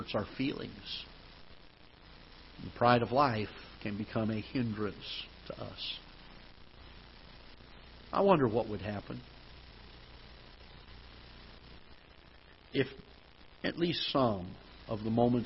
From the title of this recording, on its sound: Ketha Heights Baptist Church ~ Live Broadcast